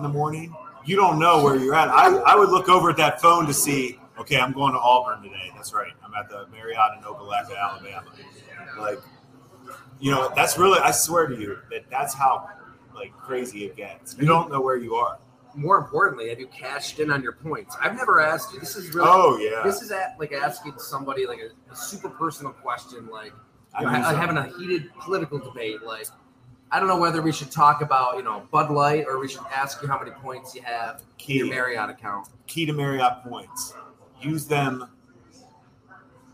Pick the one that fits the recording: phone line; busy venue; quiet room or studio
busy venue